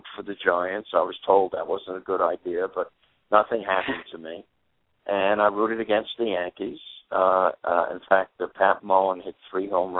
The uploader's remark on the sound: will call